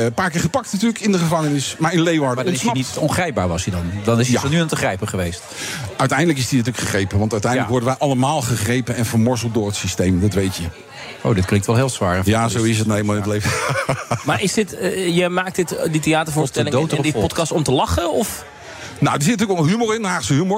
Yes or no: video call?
no